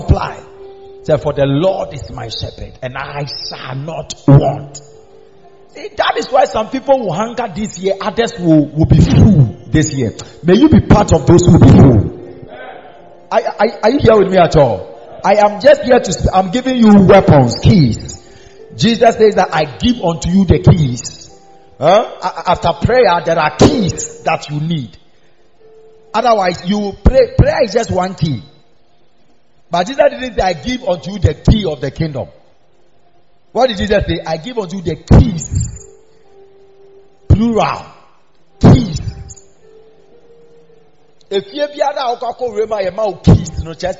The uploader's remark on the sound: Preached at the Miracle Arena during the new year